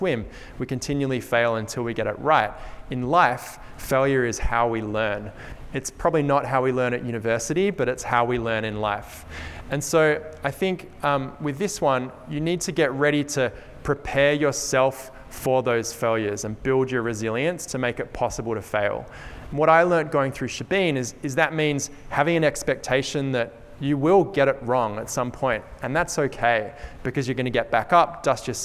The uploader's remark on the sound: This presentation was recorded at UWA CareerConnect . This presentation was recorded at UWA CareerConnect .